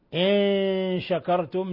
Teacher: نون ساكنة جاء بعدها الشين إخفاء حقيقي